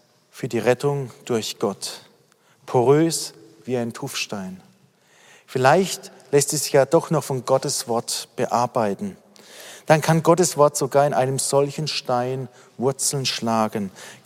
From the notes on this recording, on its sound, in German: aus dem Online-Gottesdienst der Missionsberg-Gemeinde (Liebenzeller Mission)